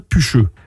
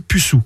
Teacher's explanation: La palatalisation aboutit à che au nord de la ligne Jorée et à s au sud, comme en français standard.